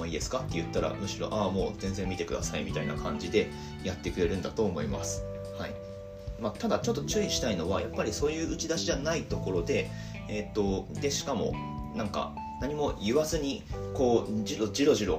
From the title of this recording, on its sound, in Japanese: 雑音注意